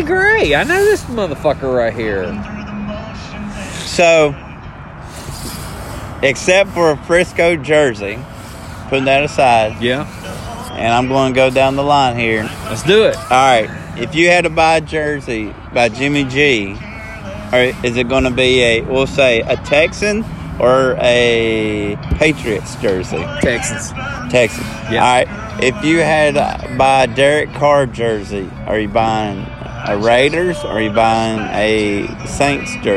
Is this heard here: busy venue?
yes